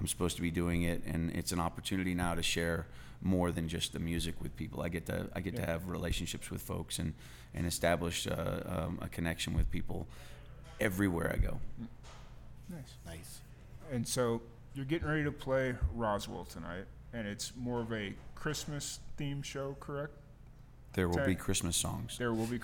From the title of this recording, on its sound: Live at the Liberty